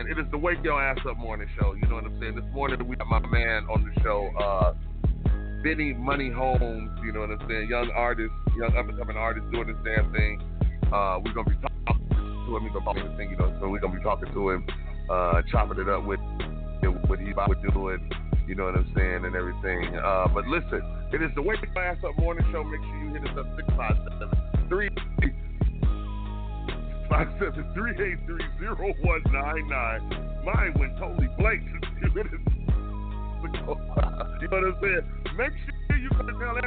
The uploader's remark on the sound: Da wake yo ass up morning show is broadcasting live this morning from las vegas nv. On a call in interview.